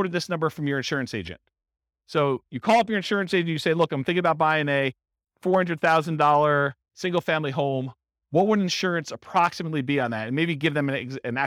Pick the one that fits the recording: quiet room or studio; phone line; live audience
live audience